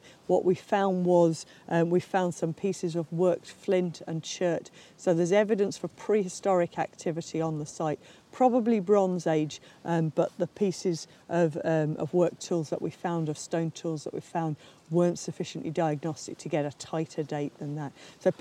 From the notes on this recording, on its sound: Last summer I visited Disert to record an episode at the excavation